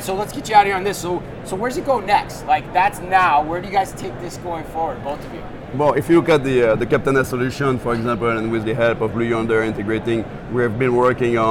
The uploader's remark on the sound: Live From NRF 2024